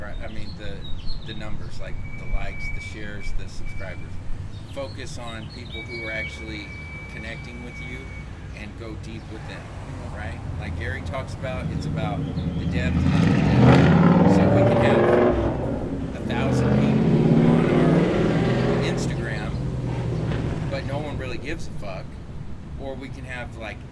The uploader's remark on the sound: Teaching Outside a Coffee Shop in Wichita Falls, Tx. I turned the cameras on and recorded our lunch date.